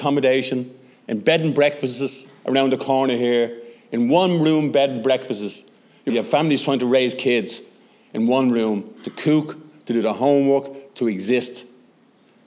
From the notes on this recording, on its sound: short recorded segment from the centenary celebration of the first Dáil Éireann